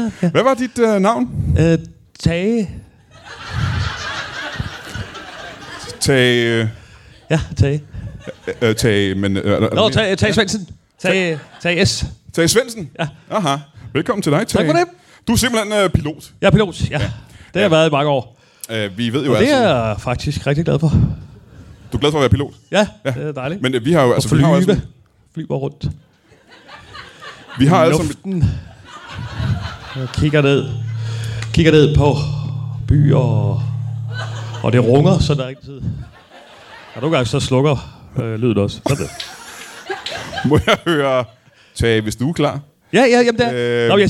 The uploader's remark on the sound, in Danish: LIVE fra Ramsømagle forsamlingshus